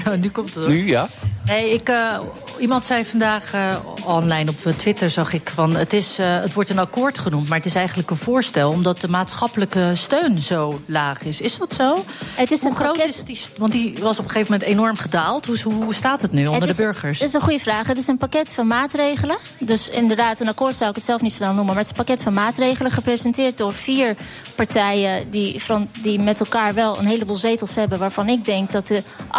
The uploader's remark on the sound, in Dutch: Dat en véél meer in The Friday Move vanuit de SkyLounge van het Double Tree by Hilton Hotel in Amsterdam.